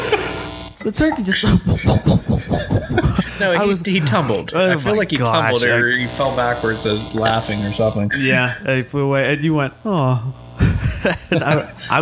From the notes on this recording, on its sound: My new microphone kept buzzing a lot, so I apologize for the audio.